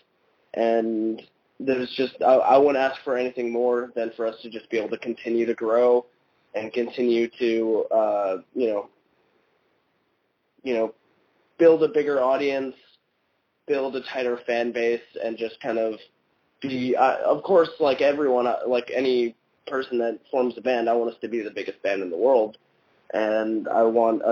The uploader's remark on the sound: I do quite a few phone interviews with different bands around the country, and I guess in this episode around the world. I decided to compile some of these interviews and release it as a full podcast episode.